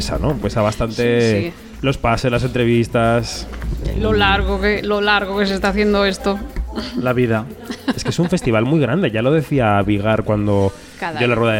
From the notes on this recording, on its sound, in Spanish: Kinótico en Onda Cero. Programa especial desde el Festival de Málaga 2023.